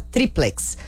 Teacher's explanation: a palavra é uma paroxítona, a sílaba tônica é a penúltima